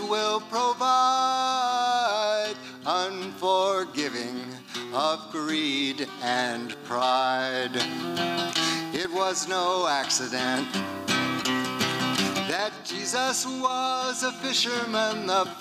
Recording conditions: busy venue